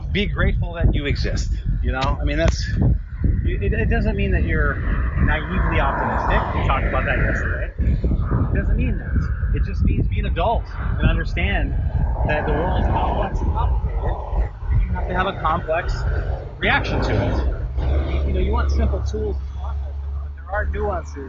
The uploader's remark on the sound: Terrible sound quality and early thoughts.